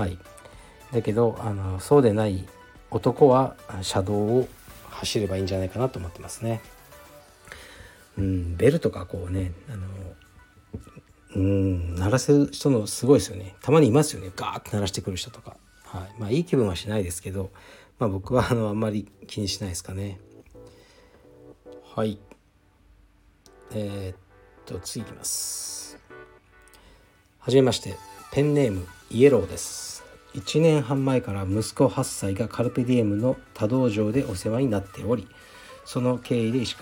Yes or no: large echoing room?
no